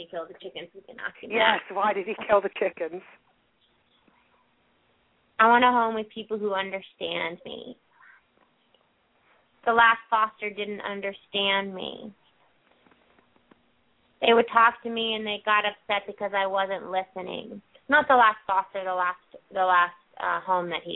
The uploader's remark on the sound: Pet Psychic Radio. Open up the lines for listeners to call.